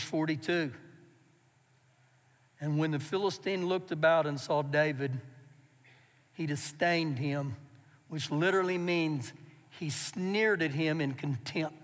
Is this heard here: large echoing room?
yes